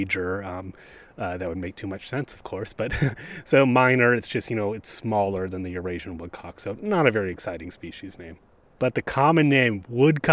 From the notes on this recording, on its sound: Recorded on a breezy day in First Landing State Park, even a fox stops by to listen!